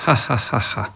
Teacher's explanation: Ta h, tega slovenščina nima. Mi imamo h, kot mehkonebni zapornik, nimamo pa faringalnega, ki je h, kot ga imajo recimo Nemci.